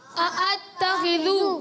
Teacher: खा हलक के ऊपर वाले हिस्से से अदा होते हैं।